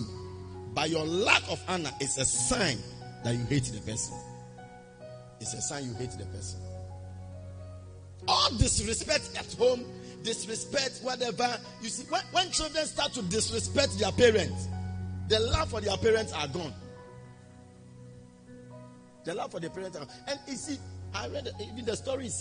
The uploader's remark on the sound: Preached at the Spiritual Encounter Service.